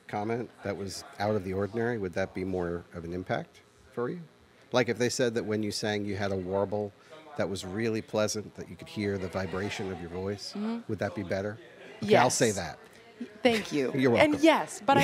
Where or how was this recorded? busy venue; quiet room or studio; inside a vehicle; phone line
busy venue